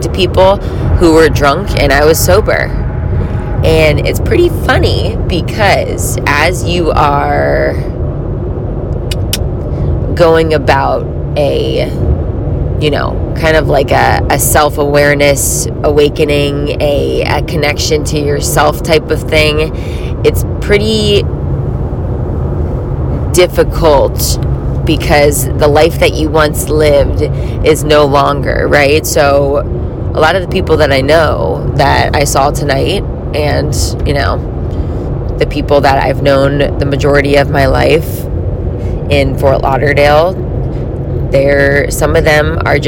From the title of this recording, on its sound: a sober talk while I’m driving